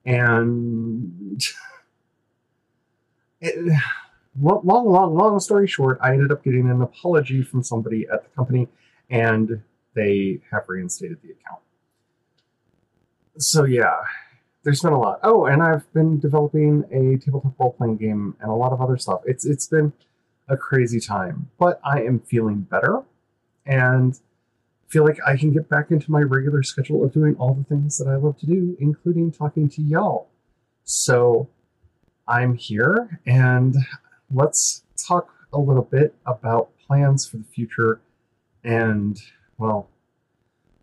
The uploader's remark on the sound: I want to apologize for the poor audio quality of this episode. I didn't catch that the software switched my microphone after the first minute of recording.